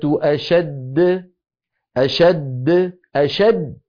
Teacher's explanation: هذه الدالة الأولى ساكنة مدغمة غير مقلقلة، د هذه الدالة الثانية المقلقلة. · Term: القلقلة